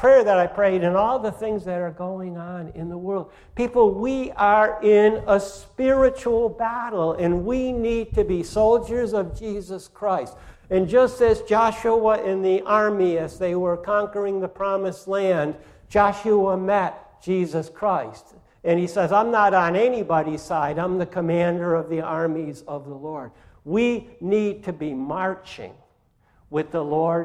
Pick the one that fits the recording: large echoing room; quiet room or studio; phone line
large echoing room